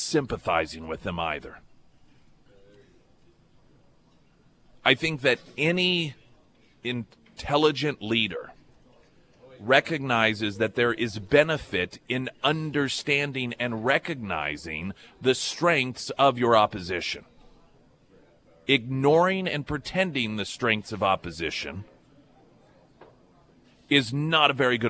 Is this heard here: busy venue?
yes